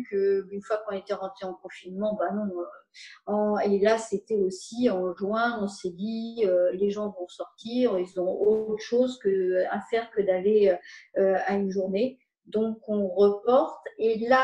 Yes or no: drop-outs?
yes